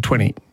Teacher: the T almost disappears in the middle of the word.